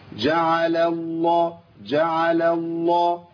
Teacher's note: ثلاث لامات عندي اللام الأولى مرققة والثانية مفخمة والثالثة مفخمة.